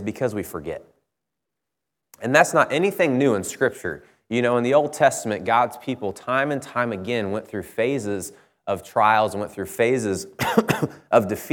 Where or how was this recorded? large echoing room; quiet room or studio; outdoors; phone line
large echoing room